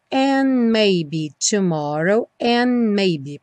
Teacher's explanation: Passa do N direto para o M, and maybe, porque o D do and não vai ser pronunciado.